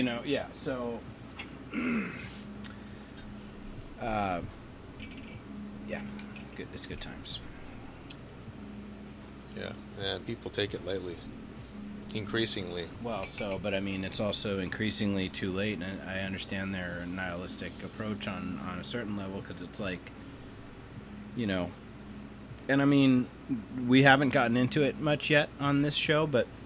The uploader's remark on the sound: Joins me in the recording space to assist in testing microphones etc. It’s still a struggle to get our mic’s levels where we want them, and again I’m not bothering with shipping this one off to my Sound Engineer pal for some post production, so you’re getting a modestly improved raw audio file once more. Is a bit faint at times, due to not sitting as close to the mic as he maybe should have.